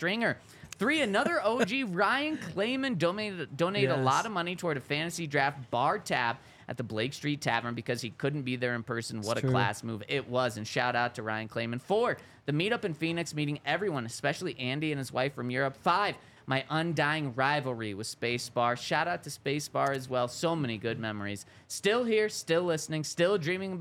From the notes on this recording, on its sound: coming to you LIVE from the DNVR Bar